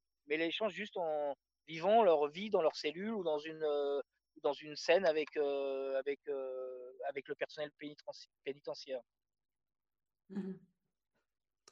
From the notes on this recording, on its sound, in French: Rendez-vous virtuel proposé sur Zoom par l'équipe de La Baleine.